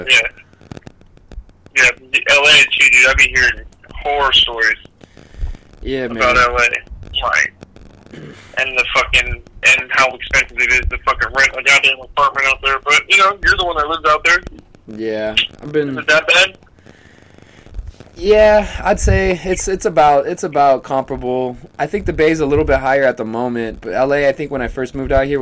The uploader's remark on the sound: back on the show via the batphone line once again